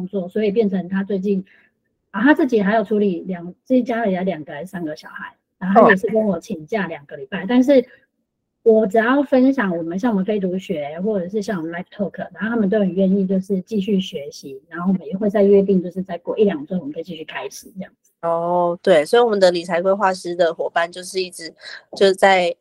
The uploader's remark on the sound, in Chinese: Live Talk 語音直播。現場直播回放，音質不好請包涵。